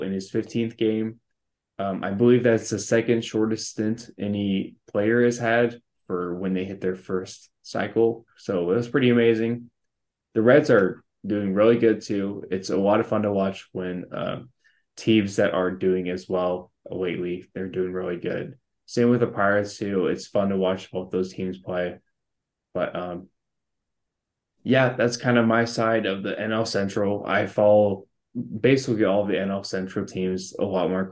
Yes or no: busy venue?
no